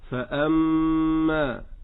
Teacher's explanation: حرف غنة مشدد، يغن بمقدار حركتين، ومقدار الحركتين يعلم مشافهة، تسمع شيخك ويسمعك شيخك فيقرك على هذا، فتقول هكذا: فأما، لا تنقصها ولا تزدها.